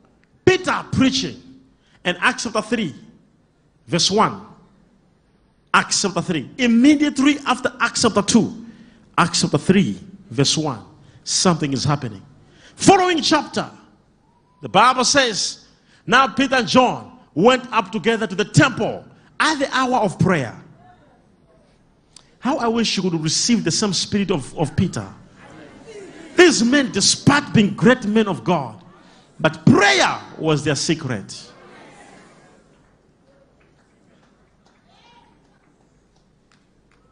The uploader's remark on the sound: LIVE SUNDAY SERVICE| ECG CHURCH